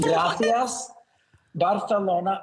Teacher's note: everything that's got an S sound has a TH sound to it now